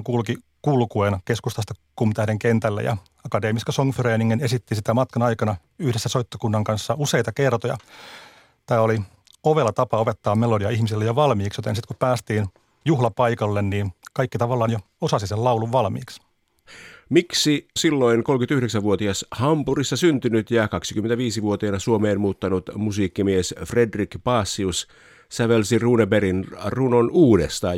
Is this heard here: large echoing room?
no